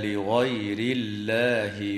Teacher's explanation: وترقق اللام في اسم الله لوقوع كسرة قبلها